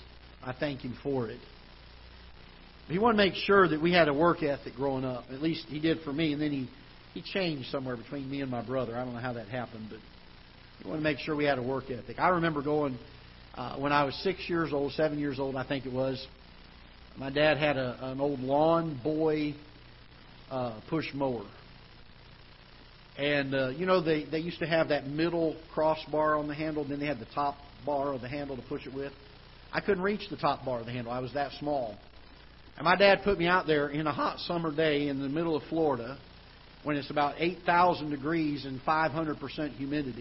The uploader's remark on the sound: Ketha Heights Baptist Church ~ Live Broadcast